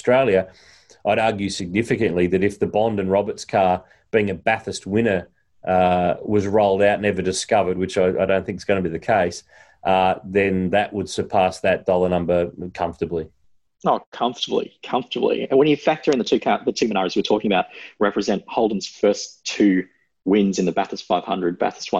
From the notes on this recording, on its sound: recorded over Zoom